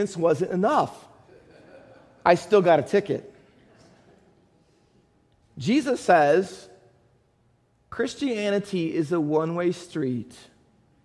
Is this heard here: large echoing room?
yes